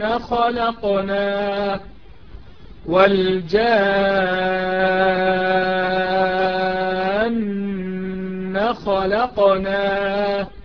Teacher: الألف تمد بمقدار ست حركات